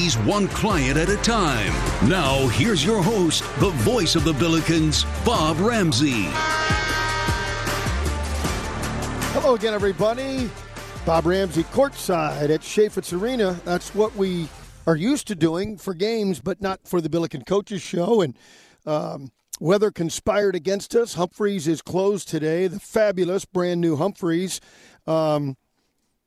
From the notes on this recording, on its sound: live from Chaifetz Arena